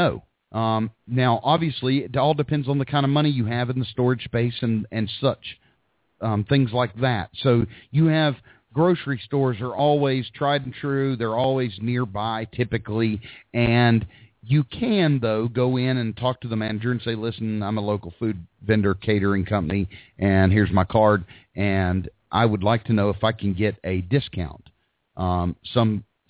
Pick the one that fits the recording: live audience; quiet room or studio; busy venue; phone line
phone line